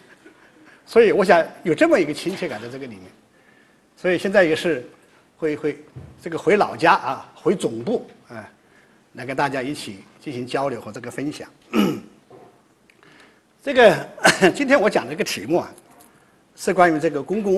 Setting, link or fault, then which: setting, large echoing room